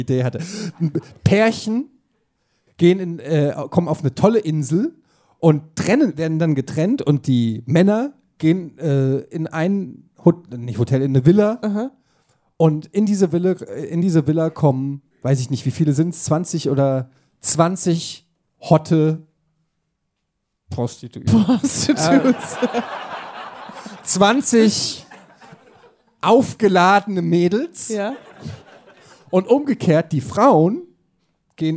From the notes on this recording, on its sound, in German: Live in Hamburg. Live im Hamburg, der Opening Act des Schmidt Podcast-Festival: Podcast Schmodcast.